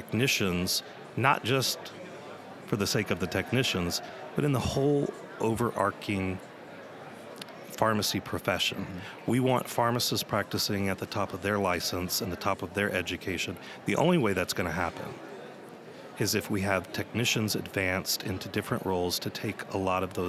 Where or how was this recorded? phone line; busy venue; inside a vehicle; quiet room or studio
busy venue